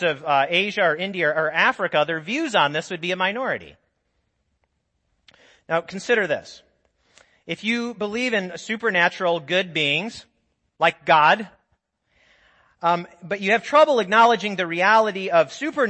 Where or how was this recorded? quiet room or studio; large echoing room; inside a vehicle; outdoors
large echoing room